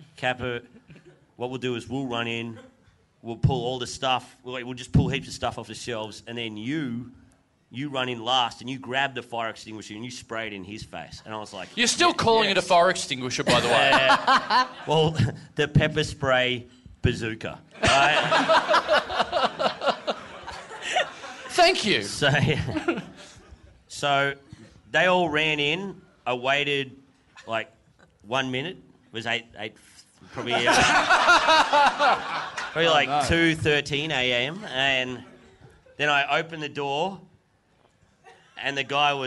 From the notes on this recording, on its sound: Recorded LIVE at the European Bier Cafe on April 23, 2017.